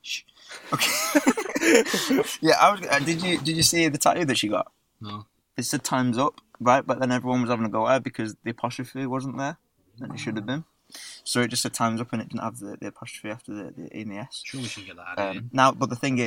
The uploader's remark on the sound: Get together in the car.